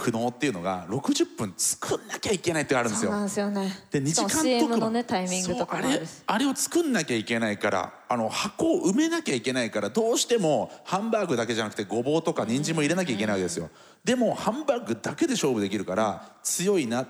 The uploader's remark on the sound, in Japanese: TOKYO FMの番組「マスメディアン 妄想の泉」。番組初となる公開収録の模様をお届けしました。